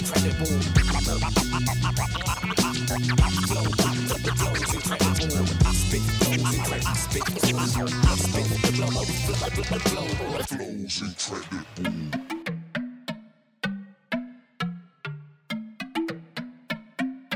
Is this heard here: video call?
no